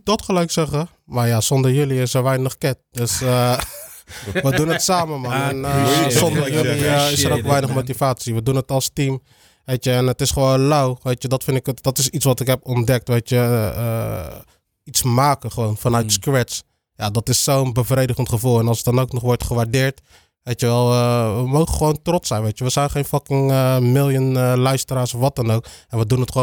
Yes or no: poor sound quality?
no